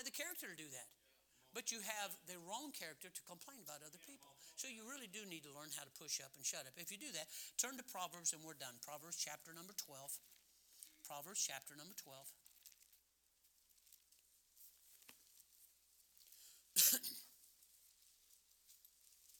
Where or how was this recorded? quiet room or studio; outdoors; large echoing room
large echoing room